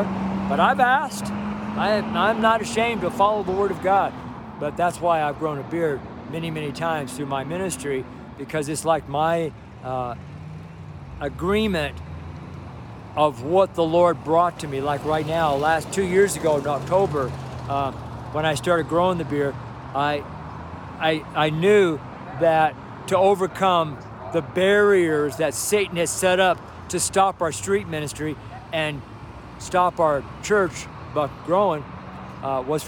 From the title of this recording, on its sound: STREET SERMON